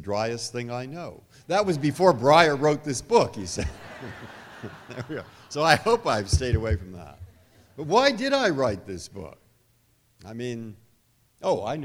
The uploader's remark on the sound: Recorded live at The Music Hall in Portsmouth, NH. This archive program may still contain broadcast elements from the time it aired.